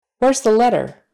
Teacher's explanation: And letter spelled L-E-T-T-E-R, which we tend to say letter with more of a soft D-ish kind of sound